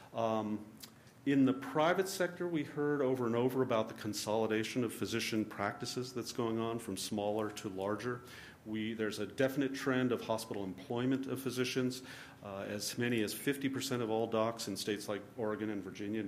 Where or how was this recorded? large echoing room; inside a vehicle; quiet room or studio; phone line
large echoing room